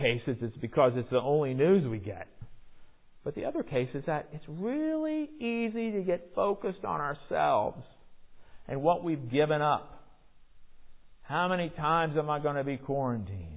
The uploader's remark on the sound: Recorded in the MPPC sanctuary on Sunday, January 23, 2022